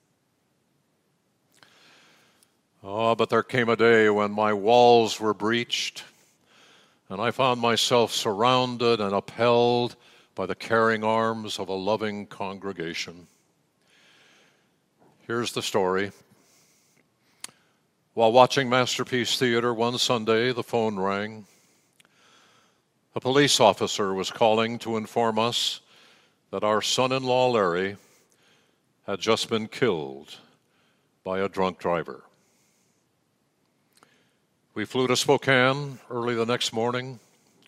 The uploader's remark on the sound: Message delivered during the Traditional Worship. San Marino Community Church.